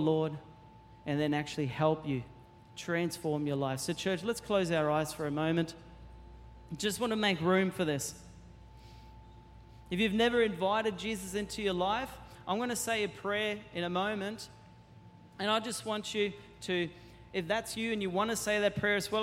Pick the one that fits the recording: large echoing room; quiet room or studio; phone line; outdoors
large echoing room